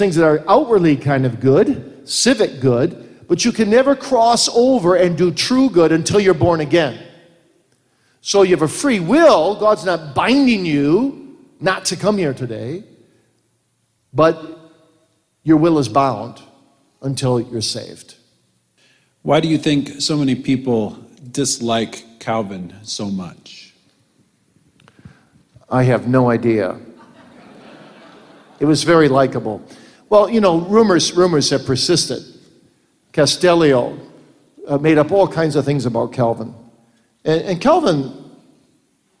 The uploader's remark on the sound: Q & A from the 2017 Boise Reformation Conference